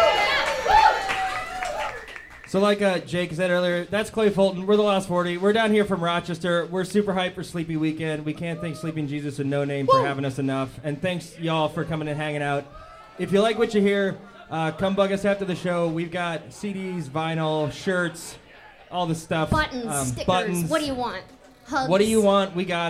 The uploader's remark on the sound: Another stellar performance recorded during Sleepy Weekend 2023 at No Name Bar right here in Winona, MN.